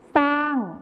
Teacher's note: ในภาษาไทยมาตรฐานเราก็จะใช้คําว่าช้างที่ใช้ชอช้างนั่นเองนะครับส่วนในภาษาถิ่นอีสานจะใช้เป็นซอโซ่นั่นเองครับ